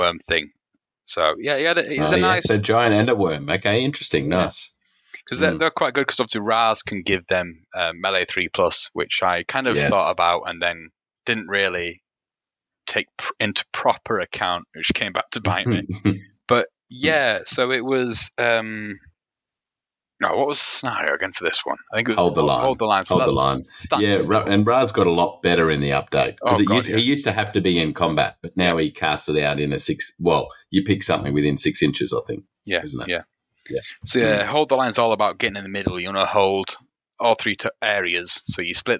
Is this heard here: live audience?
no